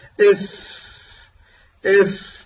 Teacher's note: يخرج حرف الفاء من باطن الشفة السفلى مع أطراف الثنايا العليا